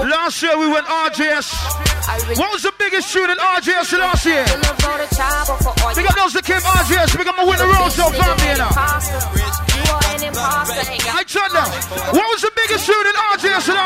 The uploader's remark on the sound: LIVE At Skys The Limit (03 January 2015)